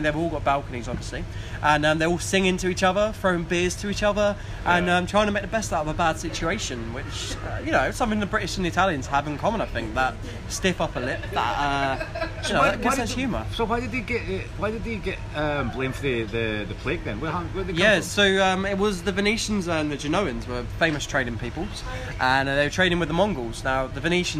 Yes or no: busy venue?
yes